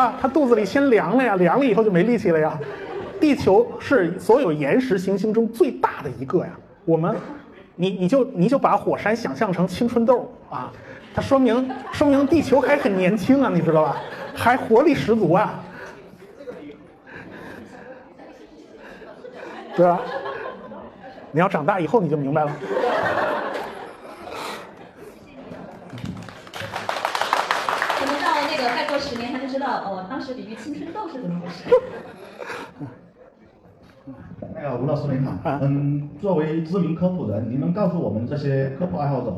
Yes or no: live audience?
yes